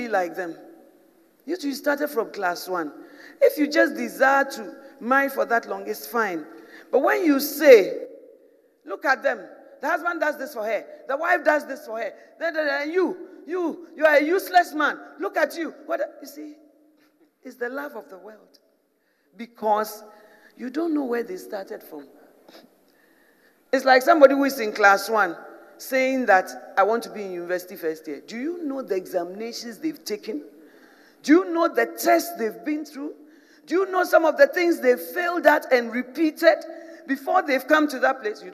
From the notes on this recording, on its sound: Preached in 2017 at The Spiritual Woman Conference